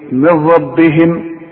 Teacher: النون بدغمها في الراء ادغام كامل بدون غنة